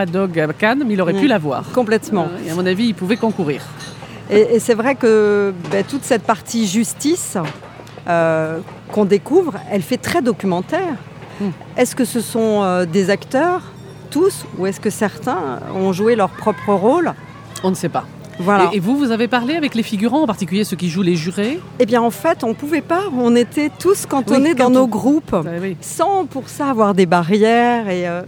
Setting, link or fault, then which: setting, busy venue